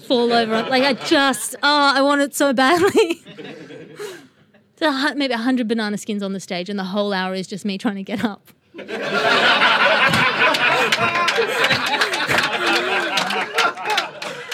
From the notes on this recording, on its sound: Live from the Edinburgh Fringe 2018. 30 podfans saw her show "Ethos" together, met up for a social, and then attended an exclusive live interview in "Audrey", the Vintage Mobile Cinema.